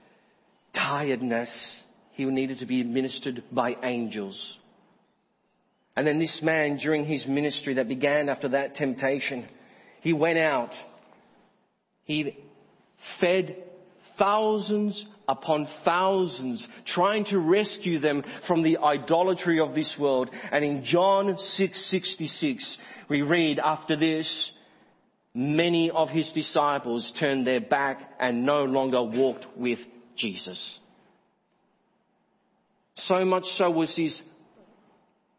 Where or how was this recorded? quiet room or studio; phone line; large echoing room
large echoing room